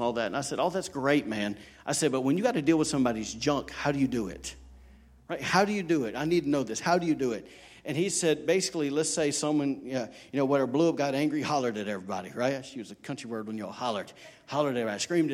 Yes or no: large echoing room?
yes